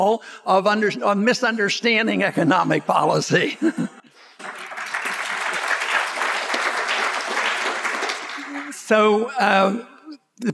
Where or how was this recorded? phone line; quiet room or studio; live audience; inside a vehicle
live audience